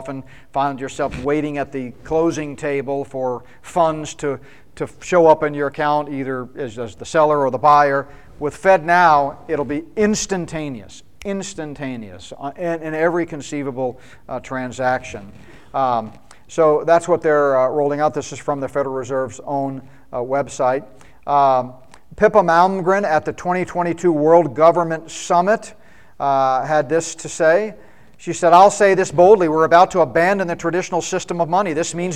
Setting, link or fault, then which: setting, live audience